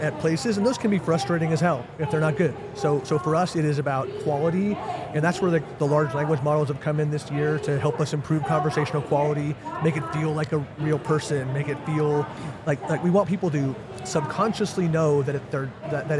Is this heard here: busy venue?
yes